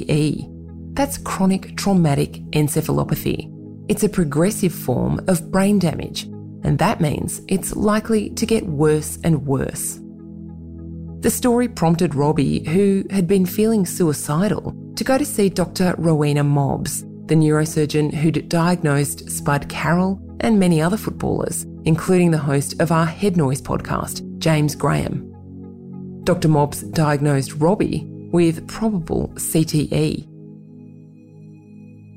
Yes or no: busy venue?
no